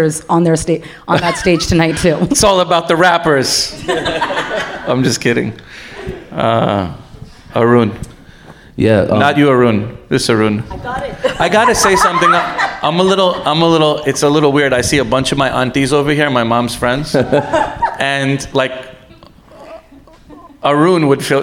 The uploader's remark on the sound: Live At Lincoln Center